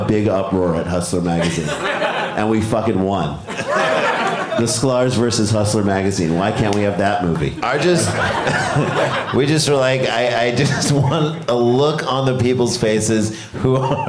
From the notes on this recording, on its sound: Live from Madison, WI